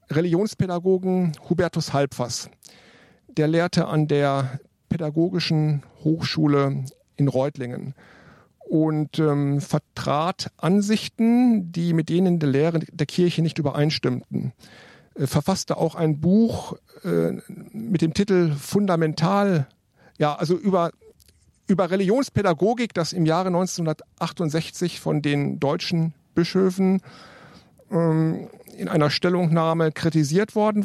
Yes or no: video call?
no